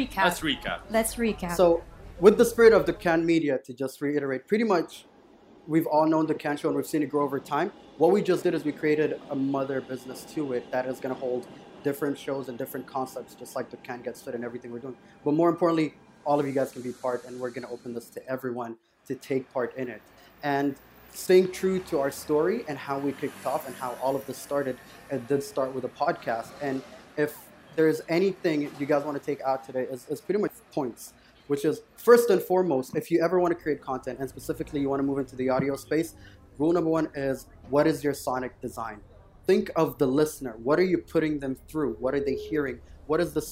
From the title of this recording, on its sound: Live From #TodayAtApple